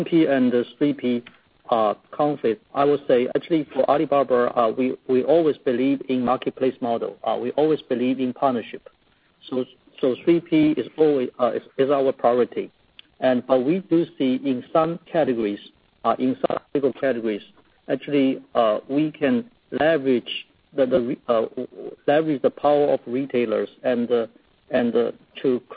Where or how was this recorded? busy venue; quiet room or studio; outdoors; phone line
phone line